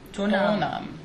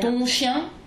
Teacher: So it's still a nasal and then it just connects with the N. · Shown in: first take